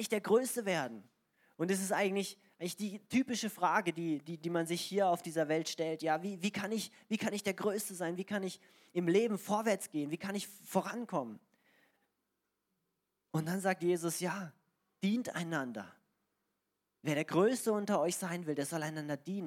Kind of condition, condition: setting, large echoing room